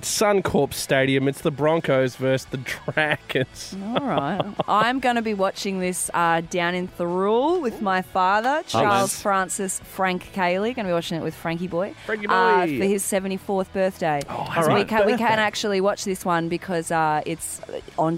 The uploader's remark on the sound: Calls in from the car on the way home from Leichhardt.